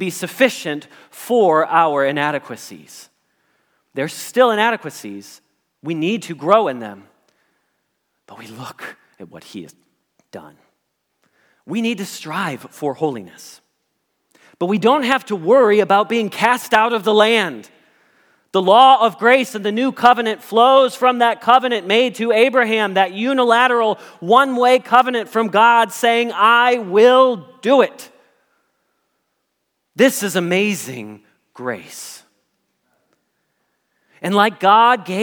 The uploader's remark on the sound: Message Preached at Valley Creek Church